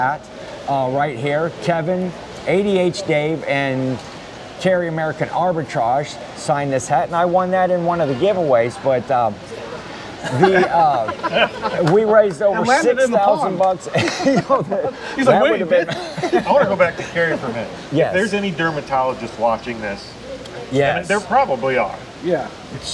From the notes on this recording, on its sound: Filmed in Front of a Live Studio Audience. Direct from the hotel lobby in Cincinnati OH, we recap an amazing weekend at the Reseller Rally with tons of surprise guests and a live audience.